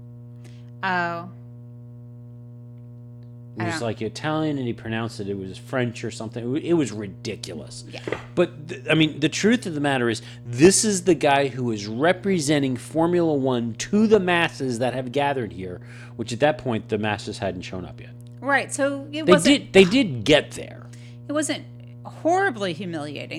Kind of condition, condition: fault, hum or buzz